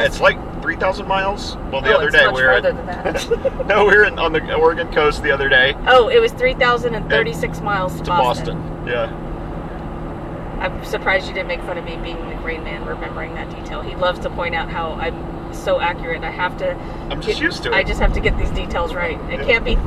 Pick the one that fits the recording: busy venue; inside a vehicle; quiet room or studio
inside a vehicle